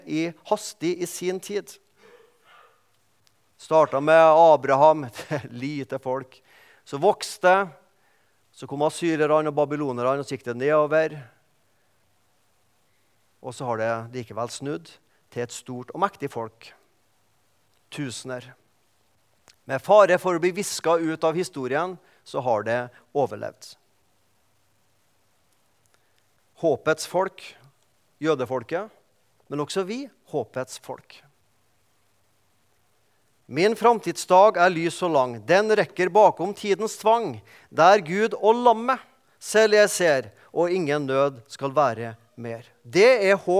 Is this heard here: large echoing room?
yes